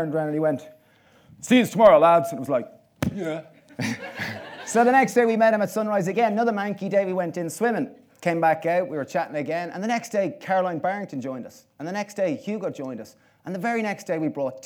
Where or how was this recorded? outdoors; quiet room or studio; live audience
live audience